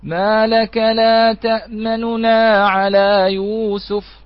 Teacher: هناك من يقرأ ويسرع القراءة عليها بحيث يخطفها خطفا وتصبح بدل الاختلاس روما